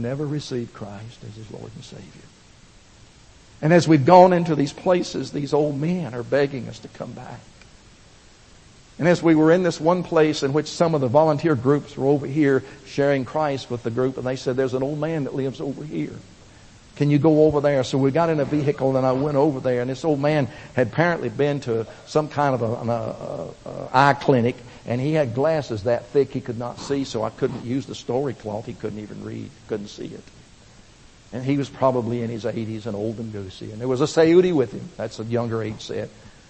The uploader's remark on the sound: Recorded at First Baptist Church, Pigeon Forge, TN (2005)